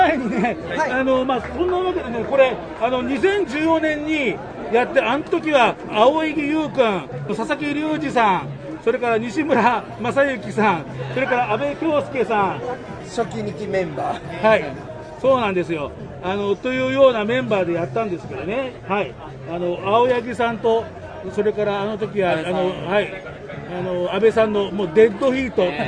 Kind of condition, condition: setting, busy venue